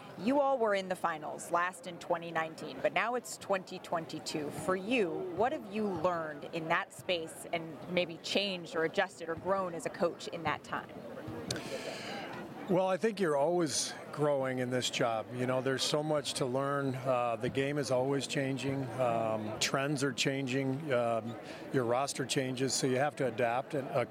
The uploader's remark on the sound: we're live at Finals Media Day!